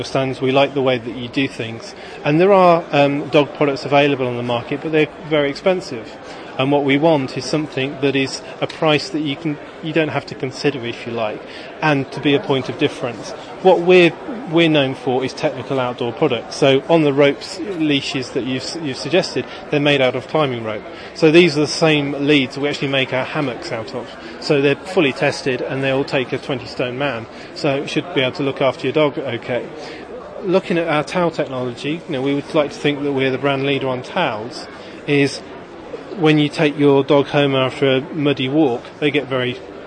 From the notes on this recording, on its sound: More interviews recorded at the 2006 Harrogate Trade Fair for the Outdoor Industry.